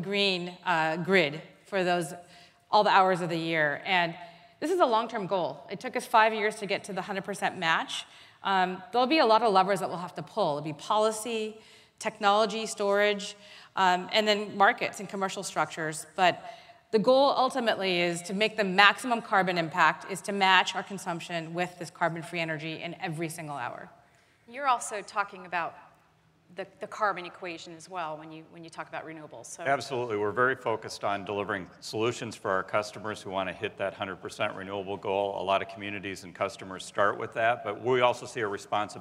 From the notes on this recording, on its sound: The best of live interviews from GreenBiz events.